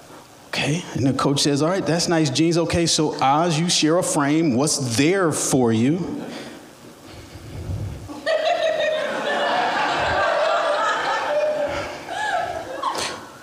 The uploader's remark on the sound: Recorded at The Alberta Rose Theatre in Portland, OR on August 8, 2015.